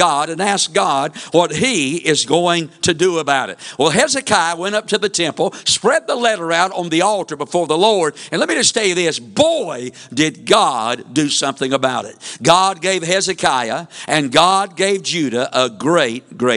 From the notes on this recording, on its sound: Wednesday evening service preaching from the pulpit of Woodland Baptist Church – Winston Salem, NC